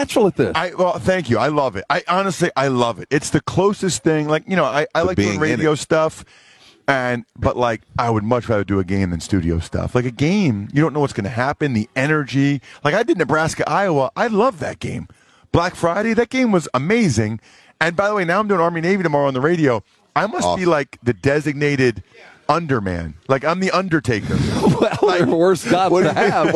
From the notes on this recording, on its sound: Joins R&R from Radio ROW in Boston for Army-Navy.